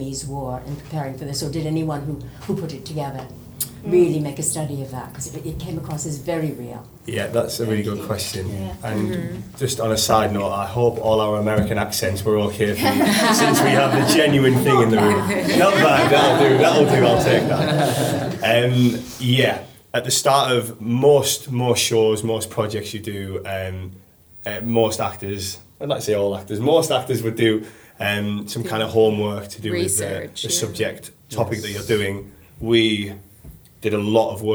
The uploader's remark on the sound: We recorded a post-show Q&A after a Norwich Theatre Royal performance. Audience members were able to ask questions and learn more about the epic production!